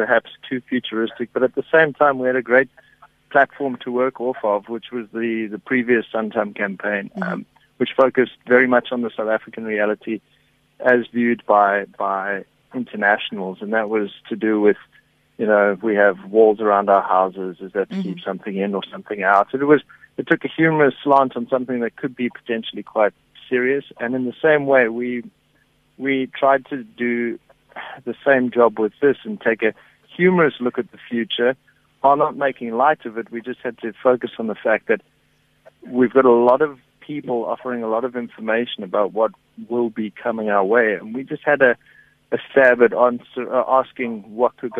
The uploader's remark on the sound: GUEST (Phone)